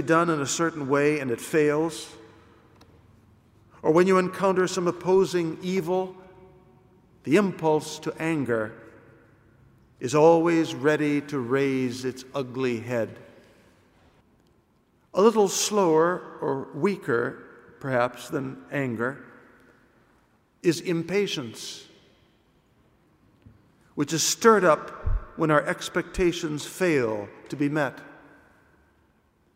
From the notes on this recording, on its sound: It was recorded at the 12:00 PM Mass in ordinary form.